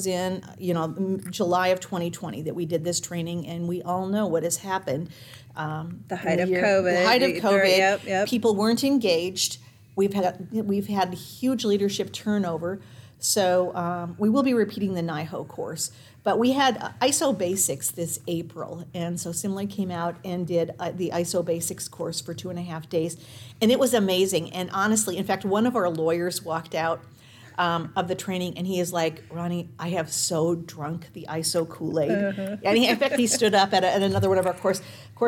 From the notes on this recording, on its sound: This episode was recorded during our 2022 DNV Healthcare Symposium.